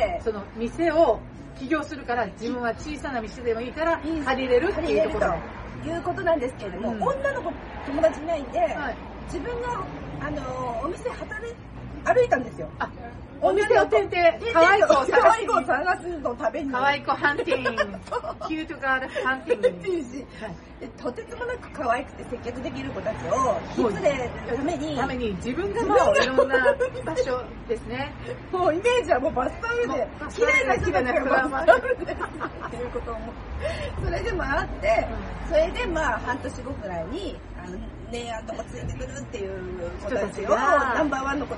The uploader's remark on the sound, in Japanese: 室外での収録のため、聞きずらいところがございます。